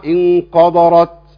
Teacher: عشان الراء مفخمة فيفخموا إيه؟ الكاف، ويفخموا معها إيه؟ الدال